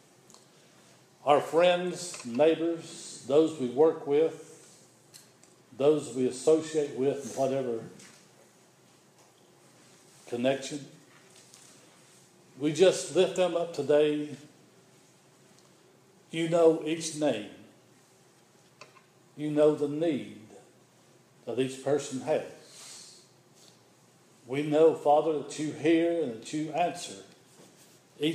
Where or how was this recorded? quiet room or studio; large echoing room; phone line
large echoing room